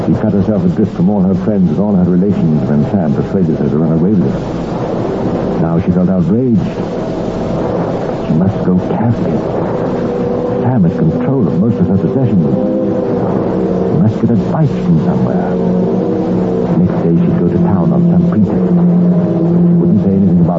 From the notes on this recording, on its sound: Audio seems a bit mushy, and can be difficult to hear in spots.